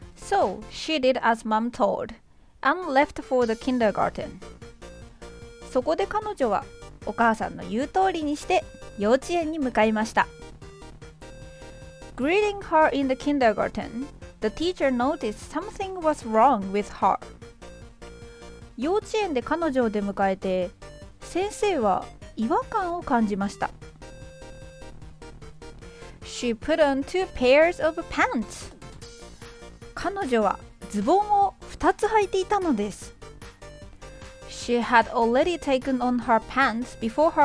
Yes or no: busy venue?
no